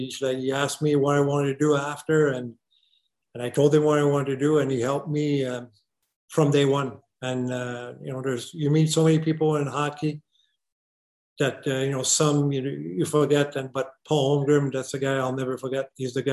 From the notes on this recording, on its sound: ALLENTOWN, PA. The AHL Report team joined the Flyers’ virtual media call.